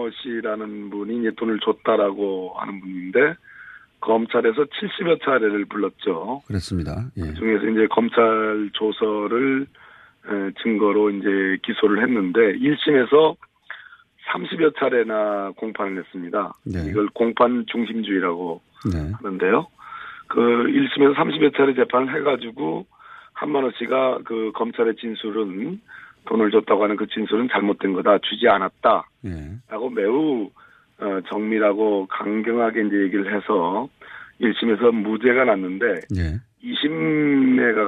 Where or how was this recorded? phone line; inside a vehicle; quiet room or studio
phone line